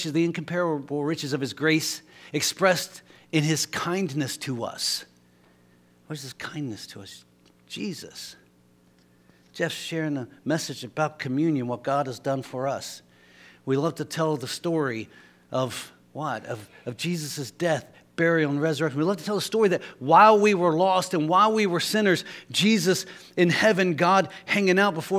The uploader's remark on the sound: LIVE Services at Sunshine